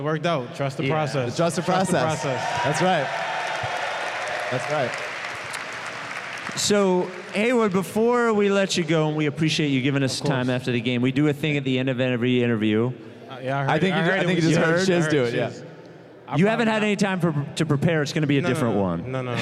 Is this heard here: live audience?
yes